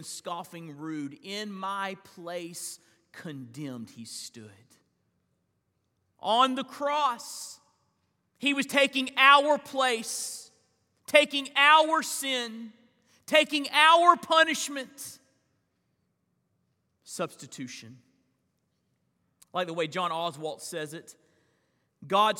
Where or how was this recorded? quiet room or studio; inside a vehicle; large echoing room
large echoing room